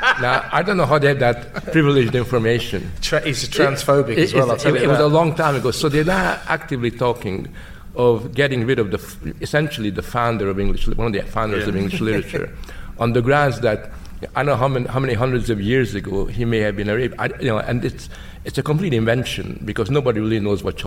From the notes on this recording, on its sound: LIVE from The Battle of Ideas Festival!